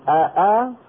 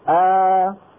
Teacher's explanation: بعض القبائل العربية أبدلوها ألفا عوضا عن أن يقولوا آآ، شالوا الهمزة الثانية ووضعوا مكانها ألف، فقالوا آآ فصارت همزة ممدودة · Shown in: second take